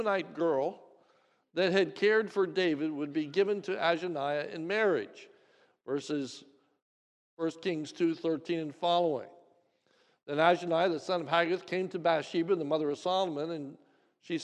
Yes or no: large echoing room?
yes